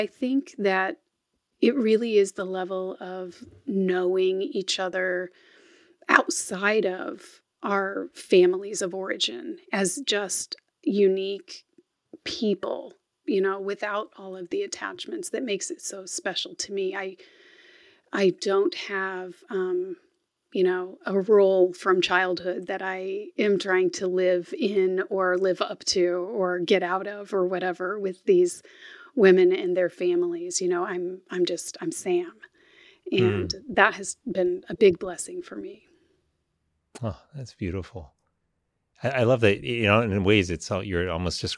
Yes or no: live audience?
no